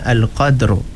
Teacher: Kena bunyikan huruf ra yang berada di hujung tu, jangan hilangkan.